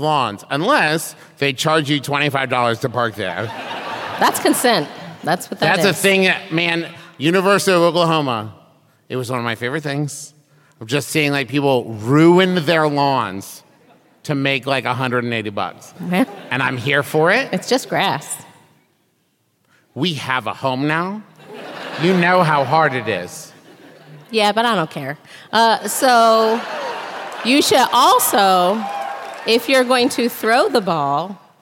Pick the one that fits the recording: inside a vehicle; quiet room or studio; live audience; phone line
live audience